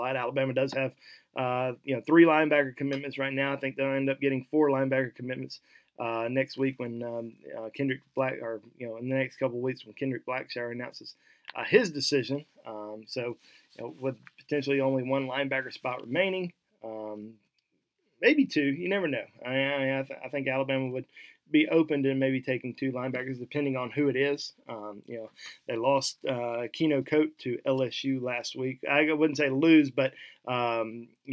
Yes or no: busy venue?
no